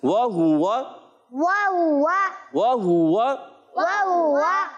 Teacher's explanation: اور ہا پر بھی پیش ہے، تو یہاں پر ہونٹ گول ہوں گے مسلسل